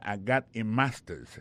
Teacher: Regardez bien pour voir que l'accent est tombé sur le premier syllabe là. · Term: accent tonique